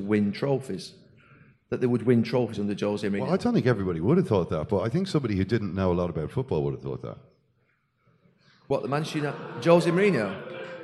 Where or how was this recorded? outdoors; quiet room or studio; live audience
live audience